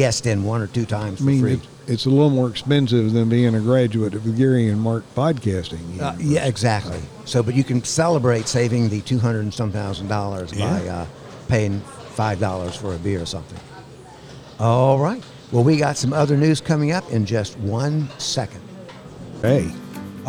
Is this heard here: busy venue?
yes